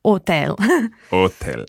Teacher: with hotel in Italian, you don't have to pronounce the H, so it's hotel.